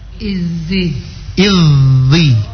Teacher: hilangkan sofir yang masih melekat pada huruf zal